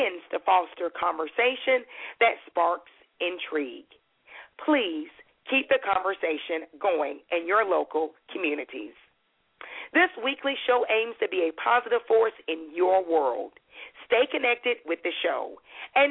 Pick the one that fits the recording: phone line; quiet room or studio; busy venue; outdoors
phone line